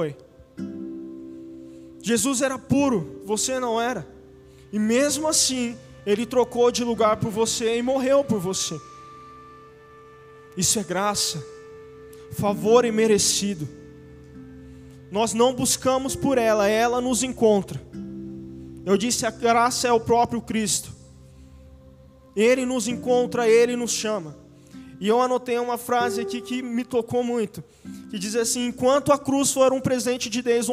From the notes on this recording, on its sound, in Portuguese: Áudio do culto de Domingo do dia 03/04/2022.